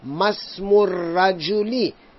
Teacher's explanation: We find that there is an interrogative participle ma written before the word ismun, so we will not pronounce the hamza of the word ismun